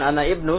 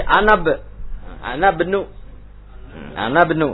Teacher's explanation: Ana benu karena itu hamzah wasol, hamzah yang dibaca langsung · Shown in: second take